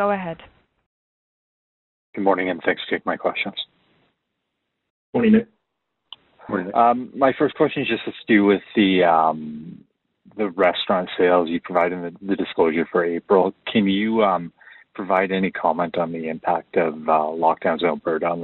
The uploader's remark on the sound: First quarter 2021 earnings call for Boston Pizza Fund.